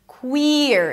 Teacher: Make sure you don't bring the tongue up too soon because then it's going to sound like were. Queer. So give some space for the high E to be pronounced.